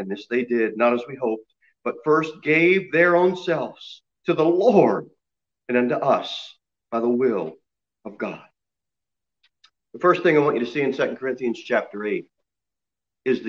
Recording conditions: large echoing room